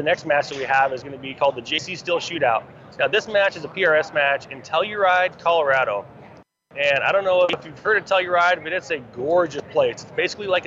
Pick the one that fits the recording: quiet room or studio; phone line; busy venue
busy venue